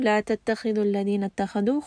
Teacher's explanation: kha in both of these cases is going to be heavy